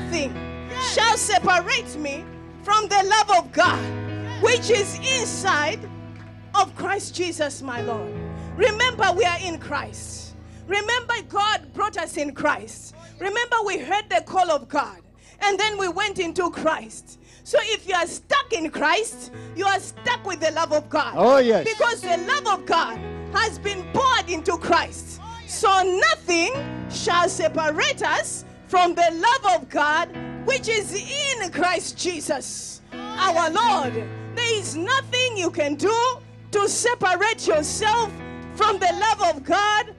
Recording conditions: large echoing room